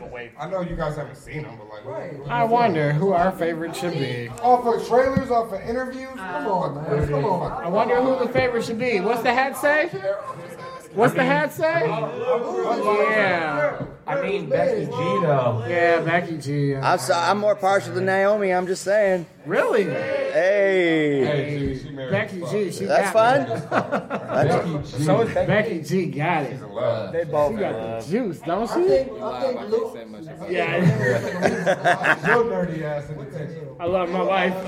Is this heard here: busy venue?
yes